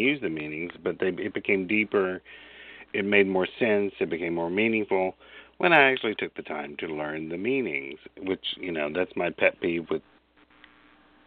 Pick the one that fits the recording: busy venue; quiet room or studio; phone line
phone line